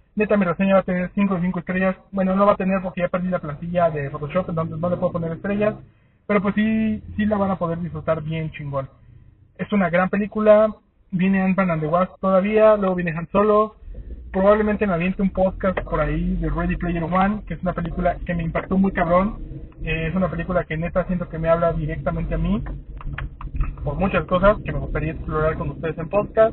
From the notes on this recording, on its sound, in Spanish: Salí de la función de prensa de Infinity War y me puse a grabar un podcast medio improvisado con mis primeras impresiones mientras encontraba el camino a casa. Disculpen la calidad del audio. Pero iba manejando y se grabó con un iPhone... Al menos es un iPhone X.